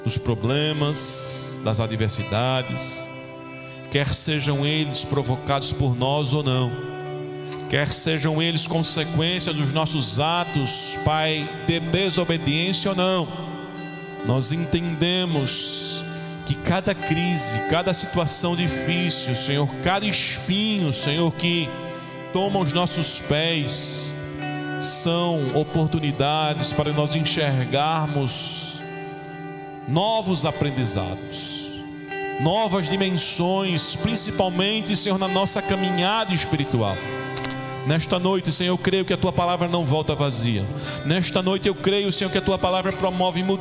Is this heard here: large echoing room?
yes